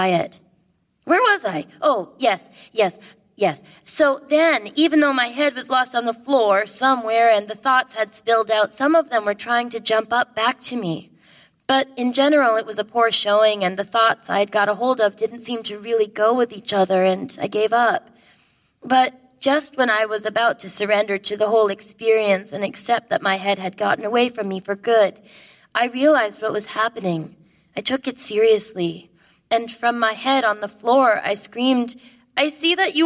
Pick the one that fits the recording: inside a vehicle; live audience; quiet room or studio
live audience